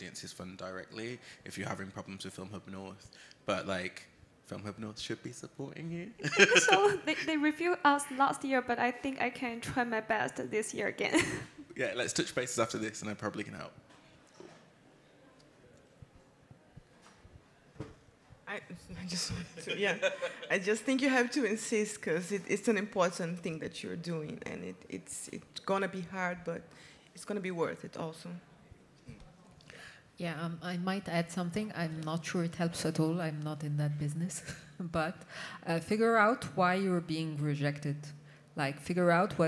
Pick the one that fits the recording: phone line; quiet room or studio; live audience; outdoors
live audience